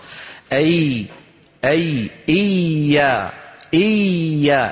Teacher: شايفين الياء الله يسلمكم كيف اللسان فيها مرتفع من الوسط؟ أي لكن ما فيه انقفال.